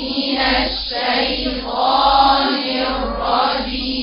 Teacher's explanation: شايف الهواء خبط ازاي في الميكروفون طالع من السين